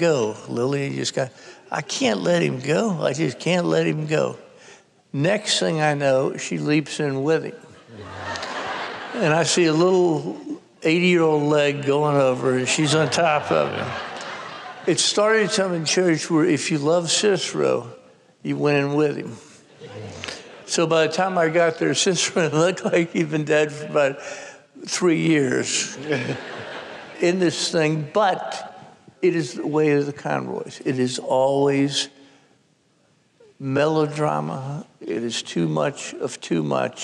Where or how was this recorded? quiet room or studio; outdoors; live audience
live audience